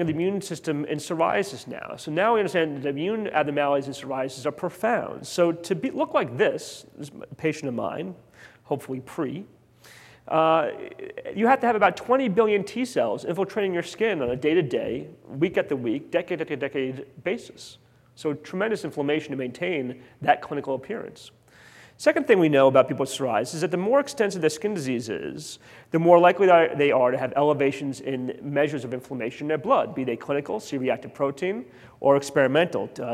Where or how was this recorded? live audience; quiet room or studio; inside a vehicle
live audience